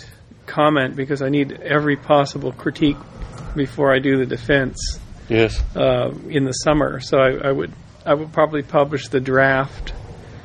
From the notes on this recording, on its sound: Morning Chat in Boulder Creek. There is a variety of background noise through this chat but it was the nature of the outdoor recording setting.